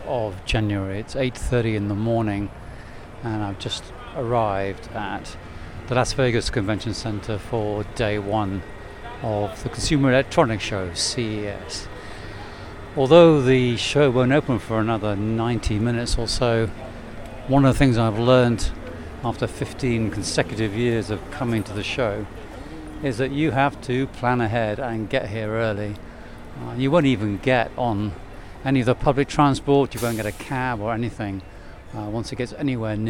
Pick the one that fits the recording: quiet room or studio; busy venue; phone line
busy venue